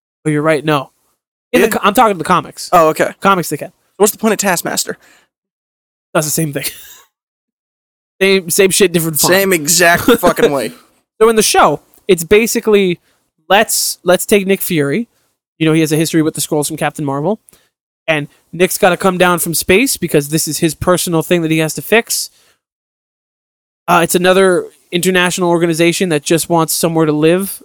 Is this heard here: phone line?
no